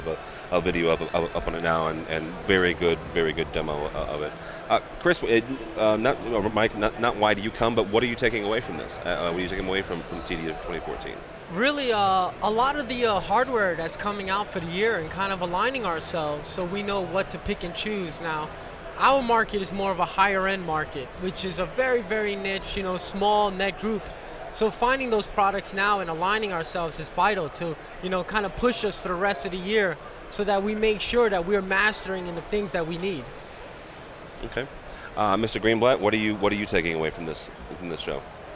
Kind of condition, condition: setting, busy venue